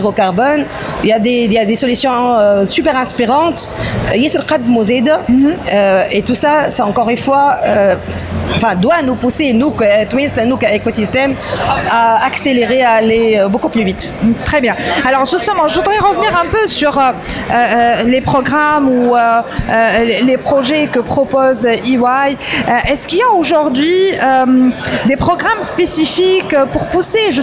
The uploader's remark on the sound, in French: DigiClub Special Edition : En Direct de Paris. Nous avons interviewé au salon VivaTech 2023.